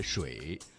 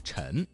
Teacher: 水淹陈塘关这几个字当中啊，翘舌音声母知吃诗日的字有水淹的水、陈塘关的陈这两个字